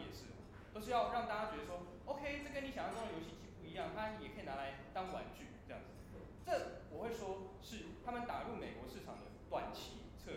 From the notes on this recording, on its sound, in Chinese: 應台北千禧扶輪社邀請演講。做媽的我親自錄音下來分享給大家。